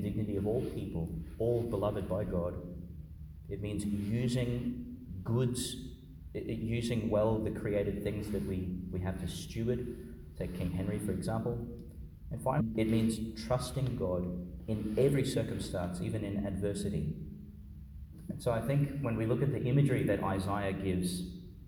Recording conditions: large echoing room